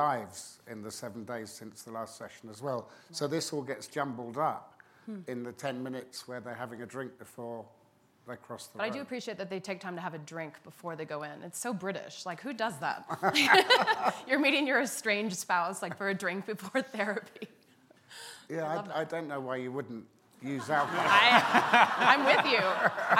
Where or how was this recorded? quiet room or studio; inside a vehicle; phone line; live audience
live audience